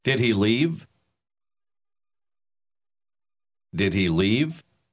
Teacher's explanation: Note la manera como la entonación se eleva al final de una pregunta